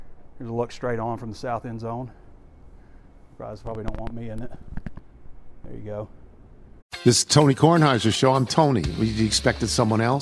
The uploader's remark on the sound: WALK & TALK